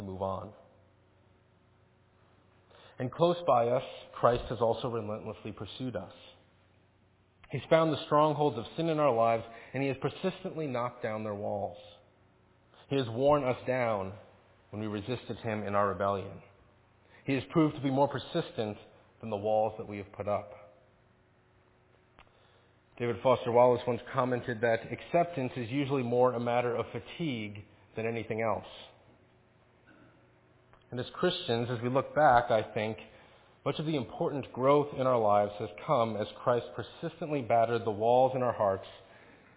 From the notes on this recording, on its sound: Faith Presbyterian Church – Evening Service